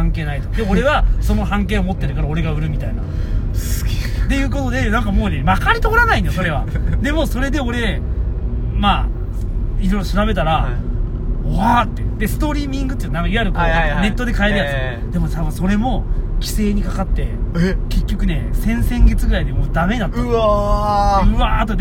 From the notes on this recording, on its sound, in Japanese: 取引先に向かう営業車の中で